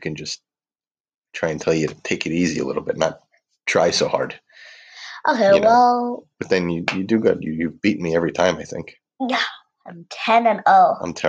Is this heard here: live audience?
no